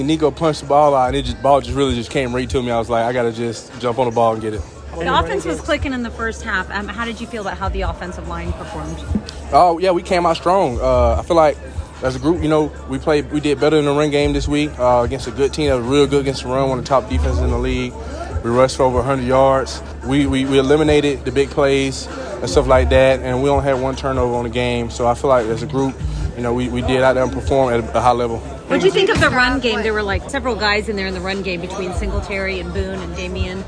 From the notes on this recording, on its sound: In the locker room following the Houston Texans' Week 6 win against the New Orleans Saints.